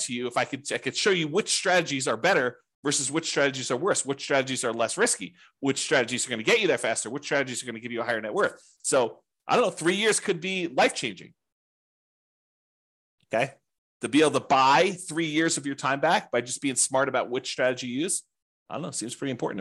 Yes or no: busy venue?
no